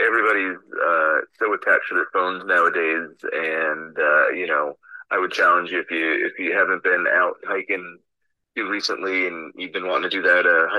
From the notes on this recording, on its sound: take a spur of the moment phone call